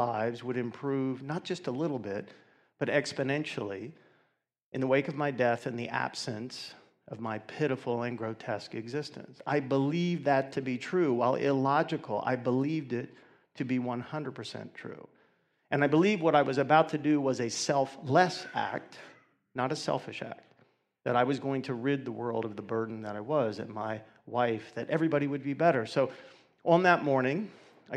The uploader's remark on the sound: 2019 Awareness Conference